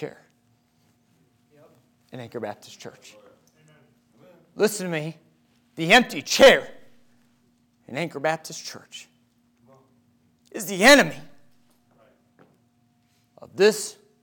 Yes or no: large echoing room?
yes